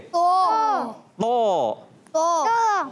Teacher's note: तो बगैर होंठ गोल किए मोटा भी करेंगे तो